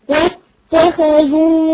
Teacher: انت رققت الخاء وفخمت التاء